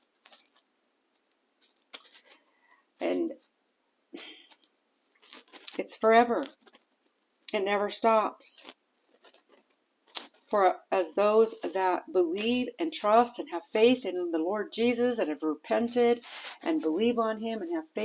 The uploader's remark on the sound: Warning: lots of noise, sorry.